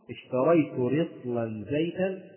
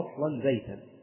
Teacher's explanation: يجوز في كلمة رطل أن تنطق بفتح الراء أو بكسر الراء